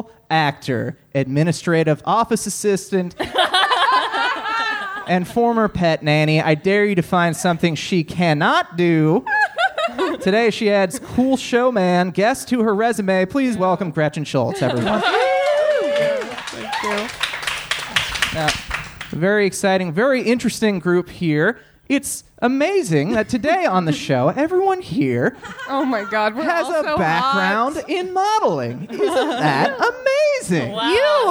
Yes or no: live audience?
yes